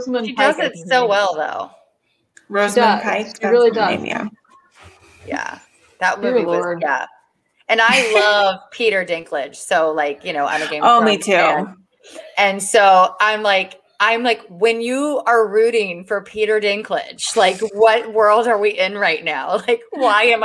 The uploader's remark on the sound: Bare with us and some audio issues.